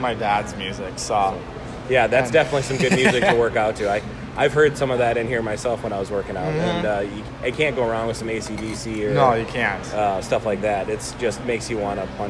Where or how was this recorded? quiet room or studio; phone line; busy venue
busy venue